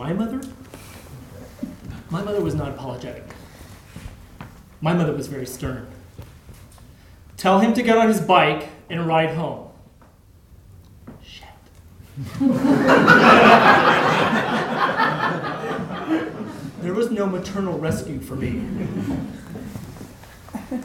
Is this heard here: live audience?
yes